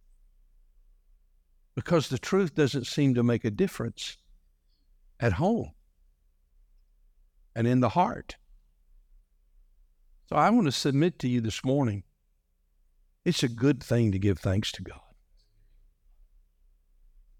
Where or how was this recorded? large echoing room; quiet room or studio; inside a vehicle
large echoing room